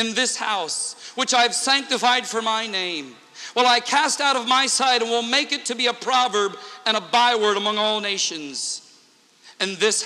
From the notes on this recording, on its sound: Interchurch Holiness Convention Dayton, OH 2009